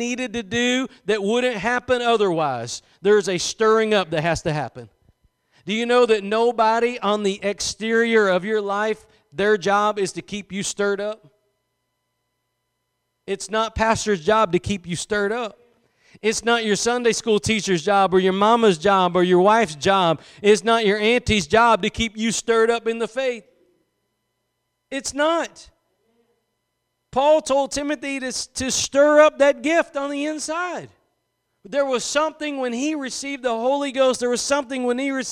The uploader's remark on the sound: Preached at Gospel Lighthouse in Bossier City, La.